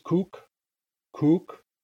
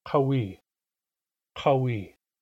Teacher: Kook has a front K, kawi has a back Q.